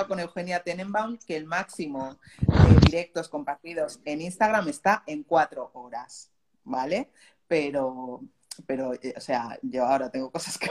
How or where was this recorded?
video call